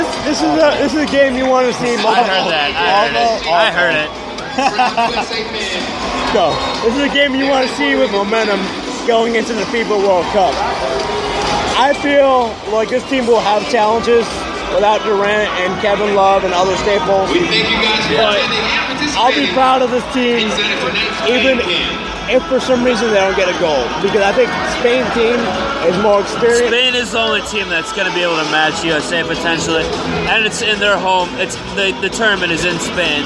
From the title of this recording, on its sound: Live from MSG